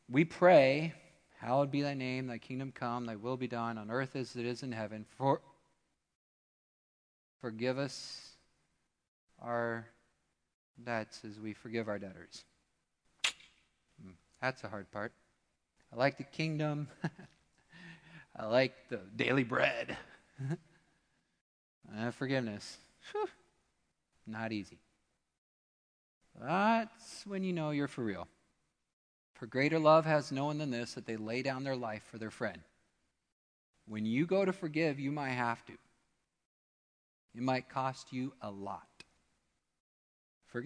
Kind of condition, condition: setting, large echoing room